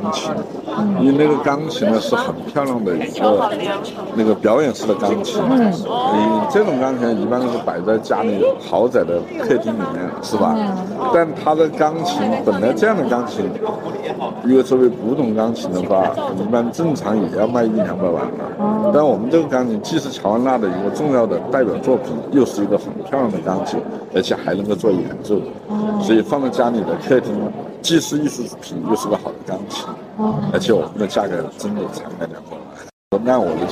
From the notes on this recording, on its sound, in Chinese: ART021现场快问快答。现场观展客人众多，杂音较重还请听众谅解。本次我们特别邀请了Art021现场的画廊主理人等接受我们的快闪提问与部分作品导览解读。